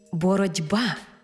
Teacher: Боротьба, бо дзвінкий приголосний «б» вплинув на попередній глухий «т» і зробив його дзвінким «д». Іншими словами, глухий «т» уподібнився під впливом дзвінкого «б» до «д». Тому й дуже хочеться написати літеру «д» – «боротьба». · Term: уподібнення, уподібнення за дзвінкістю